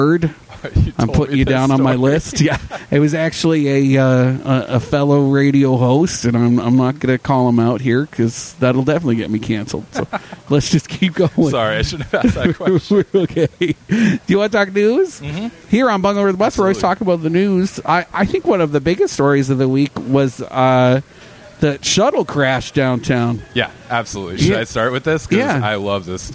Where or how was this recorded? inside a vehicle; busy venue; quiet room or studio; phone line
busy venue